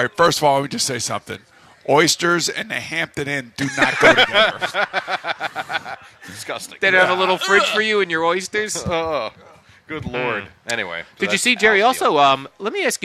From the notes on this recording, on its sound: Live from D'Jais in Belmar